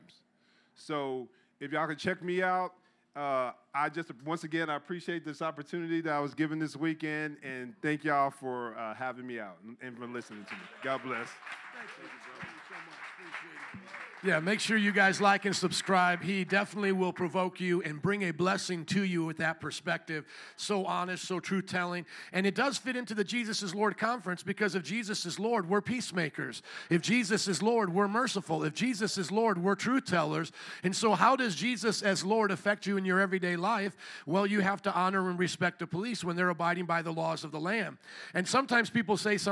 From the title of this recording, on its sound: Jesus Is God Conference, Sunday 9am Service